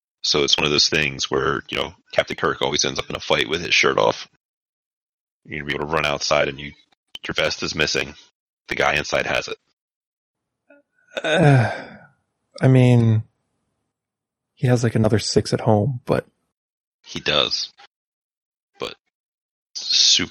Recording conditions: drop-outs